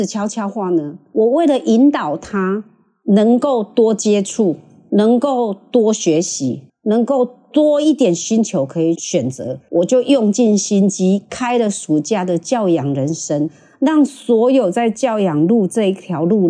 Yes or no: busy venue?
no